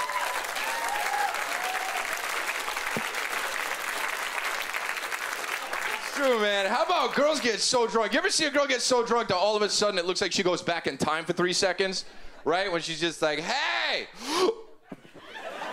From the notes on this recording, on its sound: Brings his silly observations to the 2011 Just for Laughs Festival in Montreal.